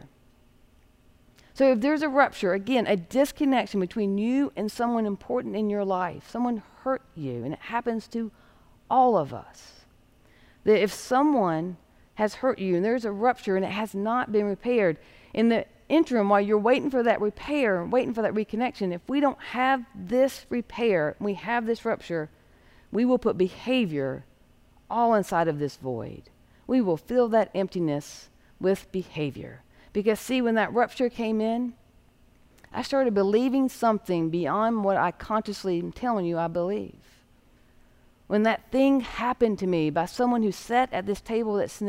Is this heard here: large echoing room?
yes